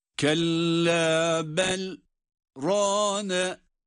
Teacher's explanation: bel dedikten sonra nefes almadan kısa bir zaman dilimi durduktan sonra rane diye bir sonraki kelimeyle okumaya devam ediyoruz · Term: sekte